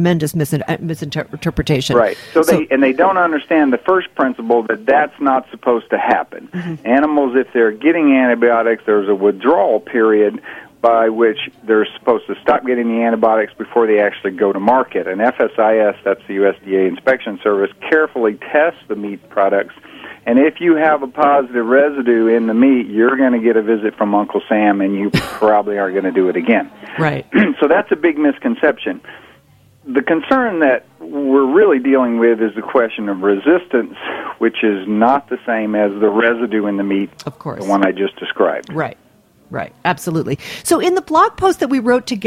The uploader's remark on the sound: talks with us over the phone